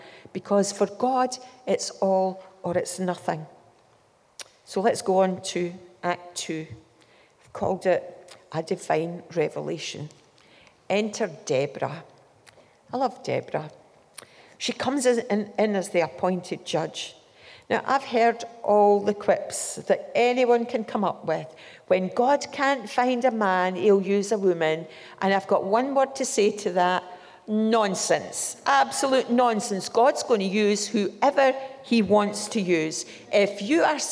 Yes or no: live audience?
yes